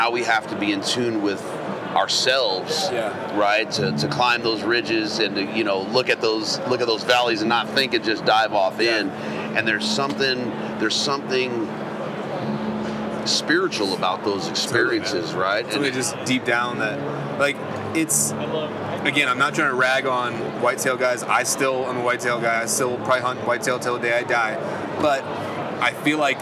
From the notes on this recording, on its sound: Hunt Expo Live From the Initial Ascent Mountain Dude Table. It was so good to be back at the Western Hunting and Conservation Expo in Salt Lake, recording live eps.